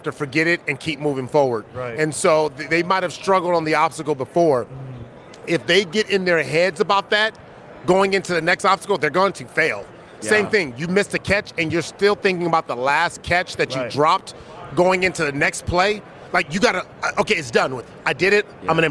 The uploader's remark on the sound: Live from Super Bowl LVIII.